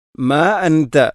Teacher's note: ഇവിടെ മാ അൻത മദ് മുൻഫസിലുണ്ട്, 4, 5 ഹർക്കത്തിന് തുല്യമായിട്ട് നീട്ടണം. അൻത ഇഖ്ഫം ബിഗുന്ന, ആ നൂനിനെ അവ്യക്തമാക്കി മണിക്കണം